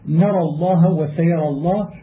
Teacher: فيجوز تفخيم اللام لعدم وجود الكسر الخالص قبلها وترقيقها لعدم وجود الفتح الخالص